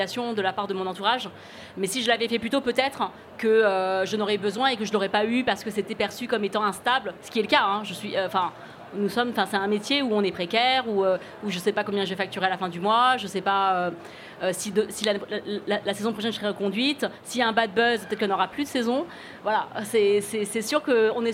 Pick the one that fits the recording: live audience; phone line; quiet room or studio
live audience